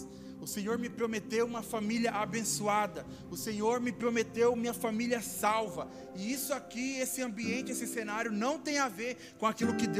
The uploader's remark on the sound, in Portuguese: Áudio do Culto de Domingo do dia 31/07/2022.